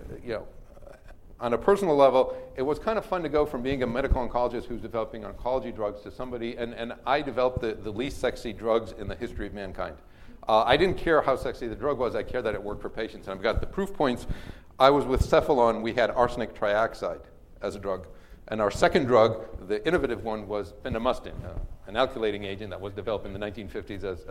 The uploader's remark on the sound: first recorded at the 7th annual Chief Medical Officer Summit